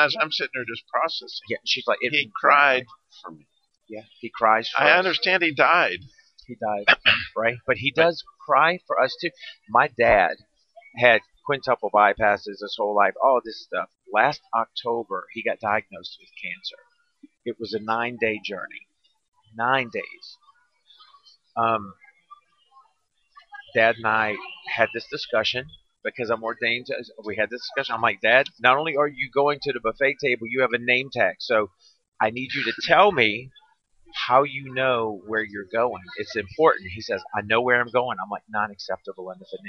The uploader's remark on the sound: NRB Interview from the Expo Floor NRB 2021.